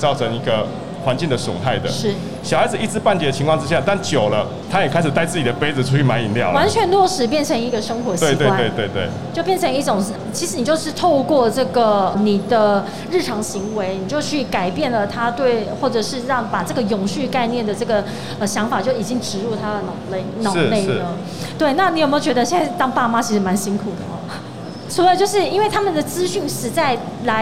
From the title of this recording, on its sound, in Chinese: 2021 Energy Taiwan智慧能源週-Live Podcast